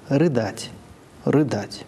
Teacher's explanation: Без ударения – это такое же «ы», только покороче